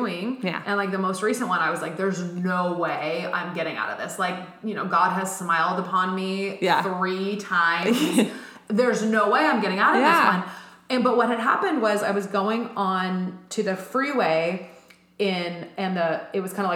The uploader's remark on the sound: Apologies for the slight echo!